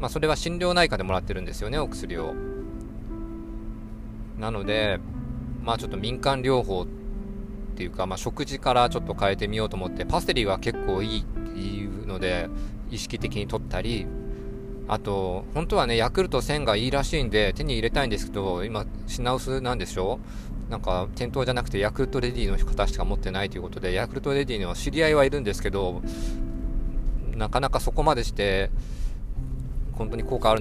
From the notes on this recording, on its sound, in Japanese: 運転中に眠気が・・・ 何か喋ろうと思い収録しました。ドライブに付き合って。運転中に眠気が・・・ 何か喋ろうと思い収録しました。